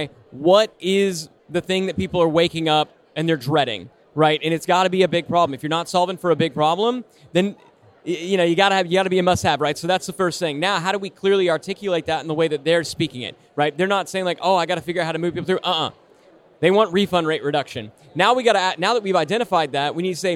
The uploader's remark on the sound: Live from Traffic & Conversion Summit 2018. To answer questions from Traffic & Conversion Summit attendees, live from the Summit!